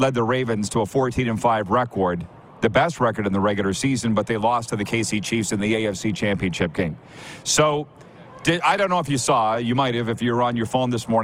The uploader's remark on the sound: LIVE from Radio Row at Super Bowl in Las Vegas, Nevada! Live guests right in the heat of the action!